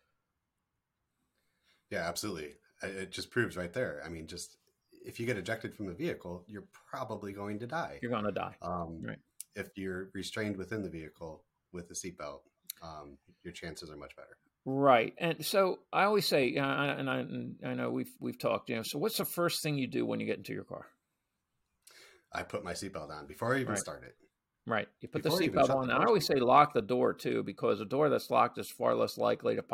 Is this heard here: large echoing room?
no